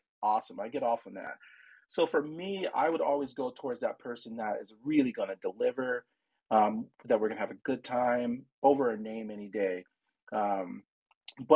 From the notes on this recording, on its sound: This episode was originally recorded live on 10/20/2023 in the VersaVision room on Clubhouse.